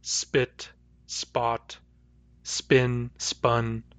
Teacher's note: But if P comes after an S, it's not aspirated.